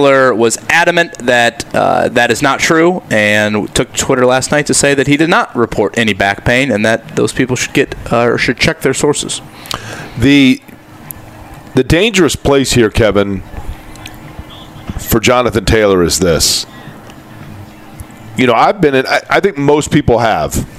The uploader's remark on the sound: Live at The Drama Club aka Colts Camp! LIVE FROM COLTS CAMP!